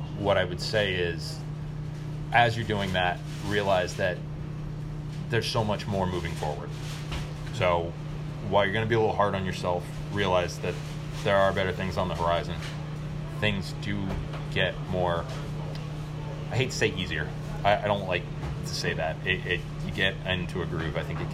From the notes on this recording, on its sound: Interview on location at "Jolly Pirate Donuts".